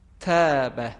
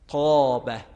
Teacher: تاء منقوط صداش نازک و کم حجم هست، ولی تاء مؤلف صداش درشت و پر حجم هست. یعنی اگر تاء منقوط رو ما درشت و پر حجم ادا بکنیم تاء مؤلف میشه.